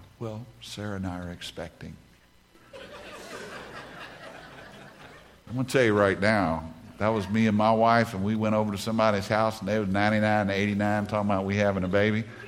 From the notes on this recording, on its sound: In this message from the Renew Conference